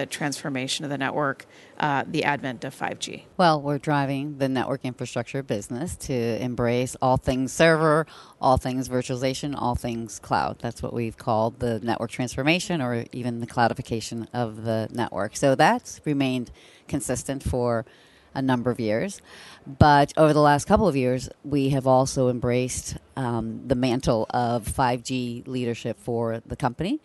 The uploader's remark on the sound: LIVE from MWC 19 in Barcelona